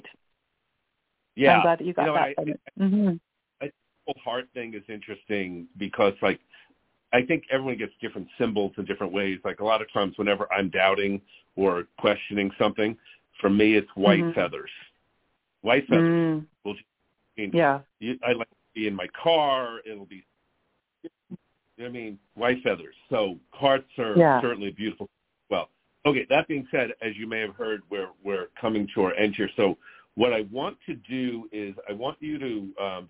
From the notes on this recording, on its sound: We will open the phone lines for questions for my guest.